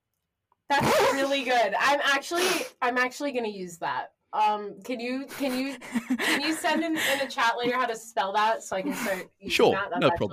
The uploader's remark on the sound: We apologize for the funky audio this week, we had some strange technical difficulties